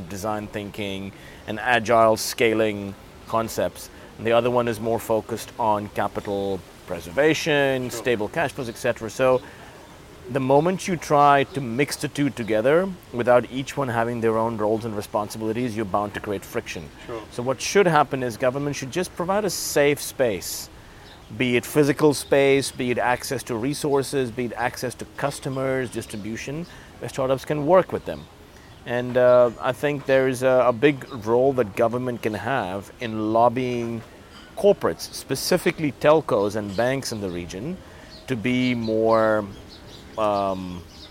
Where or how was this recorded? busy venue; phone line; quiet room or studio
busy venue